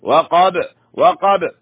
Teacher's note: الباء هنا مقلقلة تقلقل أي تضطرب. الباء القلقلة هي الاضطراب، تضطرب الباء عند الوقف تتحرك